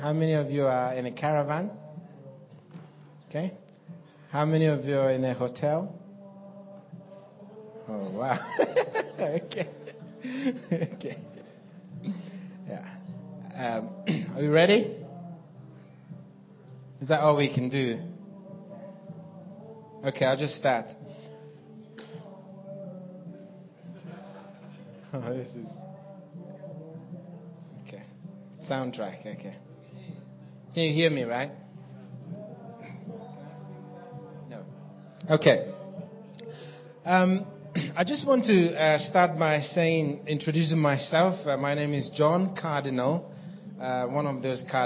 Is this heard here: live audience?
yes